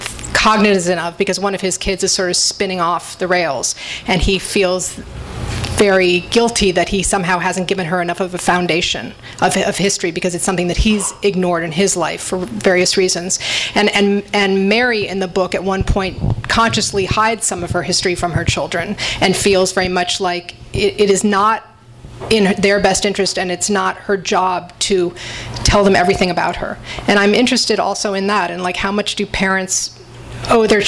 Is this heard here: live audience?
yes